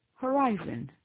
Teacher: En anglais, il y a un accent tonique sur la deuxième syllabe.